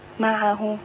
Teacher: لابد من بيان حركة العين عشان حضرتك أسكنتيها قلتي معه